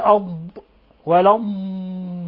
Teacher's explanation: الضاد تخرج من حافة اللسان مع ما يلي من الأضراس العليا